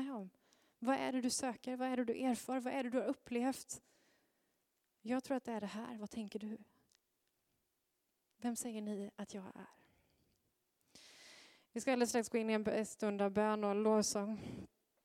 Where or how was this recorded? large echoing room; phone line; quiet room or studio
large echoing room